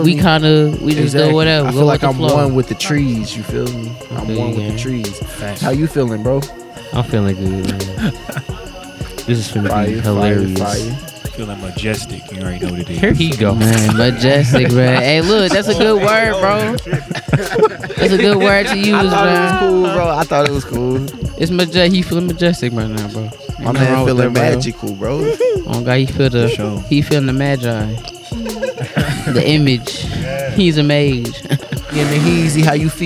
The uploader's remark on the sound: Recorded live at Shaw Nature Reserve, Missouri Botanical Gardens, September 22, 2023 around a campfire.